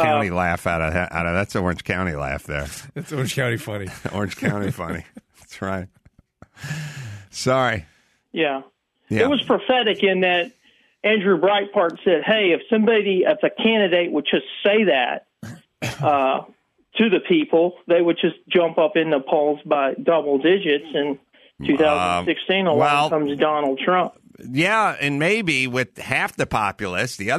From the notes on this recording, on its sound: going straight to the phones and speaking with a variety of callers